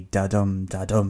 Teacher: In the most famous English meter, iambic pentameter, these syllables are arranged in such a way as to create a da-dum, da-dum effect that drives the verse forward